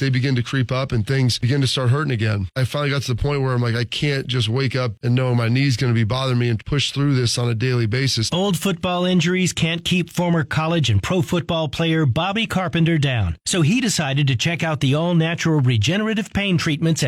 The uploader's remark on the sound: called in from Ironwood Golf Course